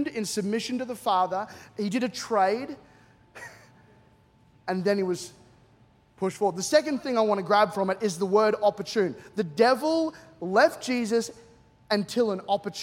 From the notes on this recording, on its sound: C3 Powerhouse. Recorded during our 9am service on Sunday, the 14th of January 2024.